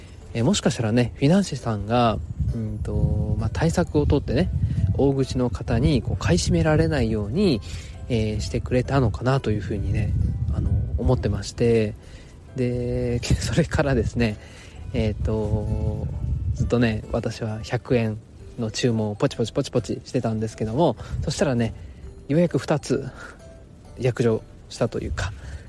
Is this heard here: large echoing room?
no